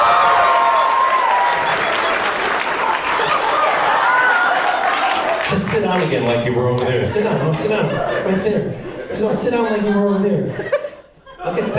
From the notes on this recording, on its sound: Q&A panel Recorded at Boston Comic Con 2014. Answers questions during his panel at Boston Comic Con 2014.